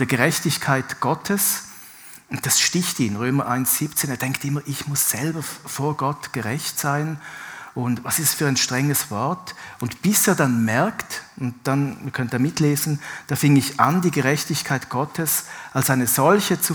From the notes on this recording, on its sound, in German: Live aus Winterthur der Dienstagsgottesdienst